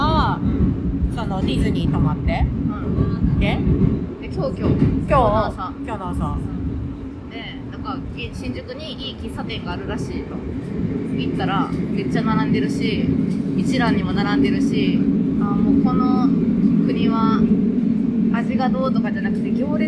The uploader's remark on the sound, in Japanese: お互い忙しくてまさかの「電車移動トーク」になりましたとさw。本日電車の音が入ってますので。